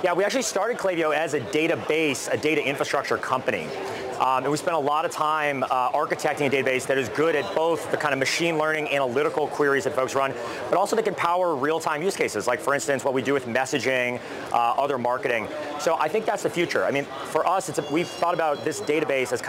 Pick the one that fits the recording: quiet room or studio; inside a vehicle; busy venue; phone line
busy venue